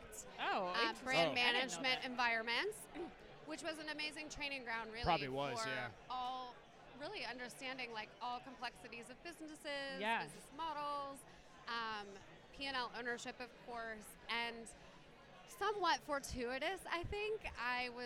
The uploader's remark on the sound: Live From eTail